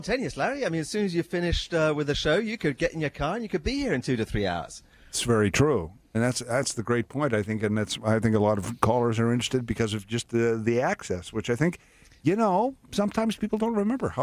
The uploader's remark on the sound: Broadcasting on location from the Discovery Centre at Fort Henry. South Eastern Ontario.